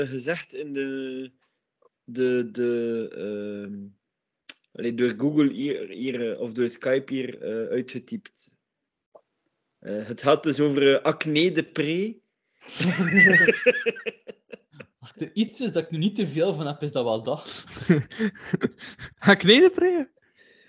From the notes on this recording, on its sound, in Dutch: We halen Skype nog eens van onder het stof voor deze knotsgekke aflevering van de KapotKast.